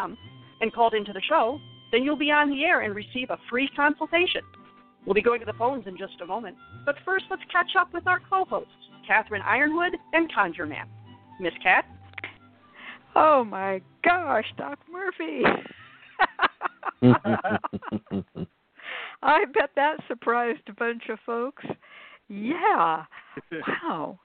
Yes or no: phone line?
yes